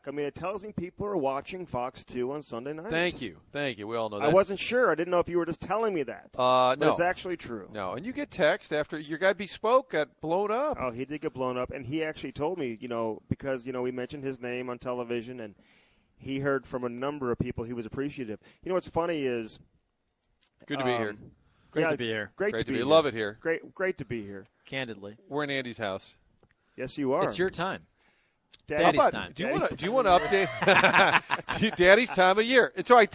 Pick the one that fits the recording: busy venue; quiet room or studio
busy venue